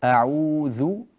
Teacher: أشعر أنها طالت منك قليلا الواو هنا وهي حركتان فقط